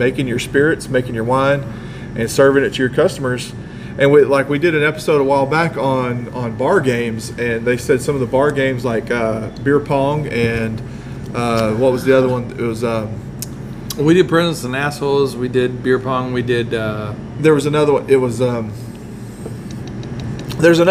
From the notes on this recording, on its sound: This week we are LIVE from Gusano's Pizza